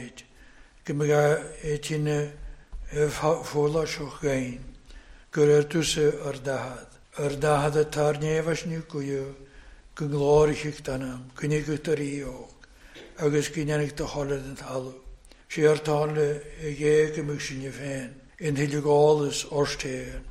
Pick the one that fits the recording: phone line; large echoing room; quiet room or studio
large echoing room